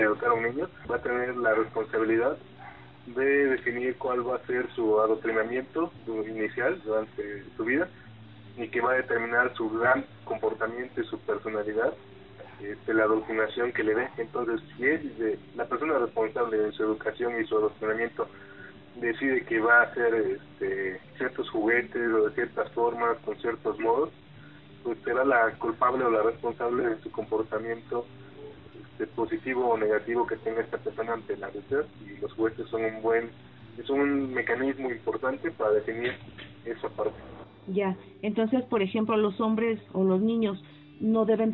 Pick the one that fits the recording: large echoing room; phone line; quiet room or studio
phone line